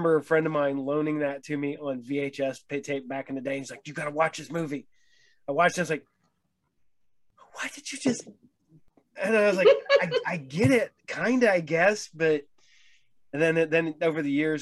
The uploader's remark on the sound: We did have some sound issues , sorry in advance .